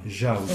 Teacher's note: Jaudo, il n'y a que deux syllabes. Il y a jau, la syllabe accentuée, et do, la syllabe terminale.